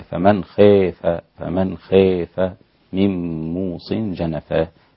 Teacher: ذلك هناك إمالة في خاف للإمام حمزة، فمن الإمالة ستكون في خاف هكذا، فمن خاف من موص جنفا للإمام حمزة.